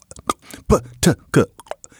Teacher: Now, it's going further back into the mouth, so from the p to the t to the k.